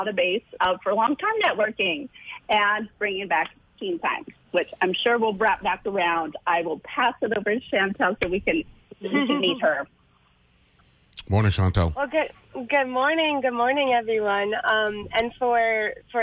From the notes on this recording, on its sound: joined on the phone